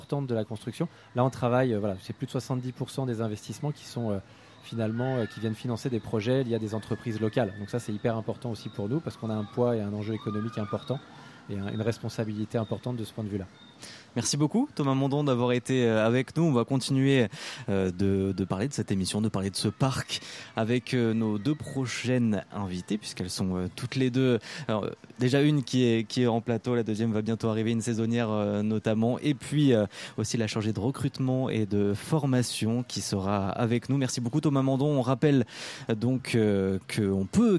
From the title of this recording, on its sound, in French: En Direct de Walibi Rhône-Alpes